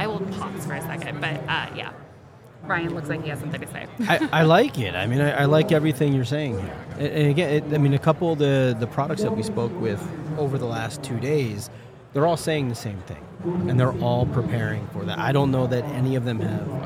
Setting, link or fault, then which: setting, busy venue